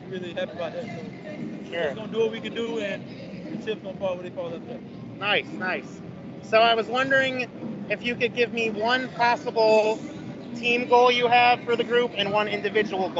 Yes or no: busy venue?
yes